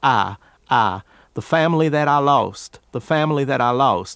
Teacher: Instead of lost, which is what he would do for L-O-S-T, you're hearing more of a loust, loust, loust. Instead of the vowel I, which never exists in any part of the South, you have ah